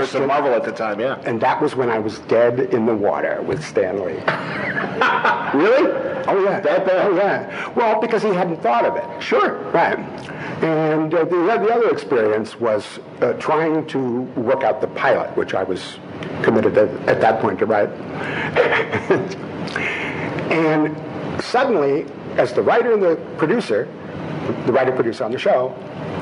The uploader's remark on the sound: Live From Cincy Comic-Con